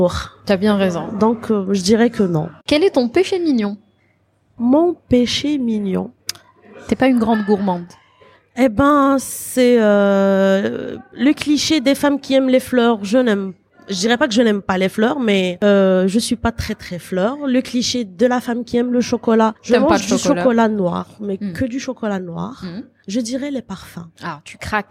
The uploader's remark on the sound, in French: Une question pratique nous a amenées à faire l'interview dans un café, nos propos sont donc par moment ponctués de quelques bruits de vaisselles et éclats de voix bien méditerranéens... Le silence ne se fait que pendant la sieste !